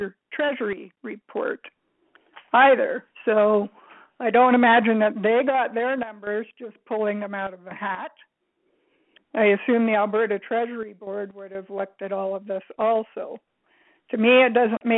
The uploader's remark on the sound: Southern Alberta Telephone Town Hall